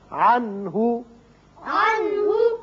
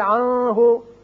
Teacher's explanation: یہاں نون ساکن کے بعد ہا ہے، ہا حروف حلقی میں سے ہے، لہذا یہاں اظہار حلقی ہوگا، نون پر اظہار ہوگا. · Shown in: first take · عنہ عنہ، اگر آپ پڑھیں گے آن ہو تو یہ غلط ہے.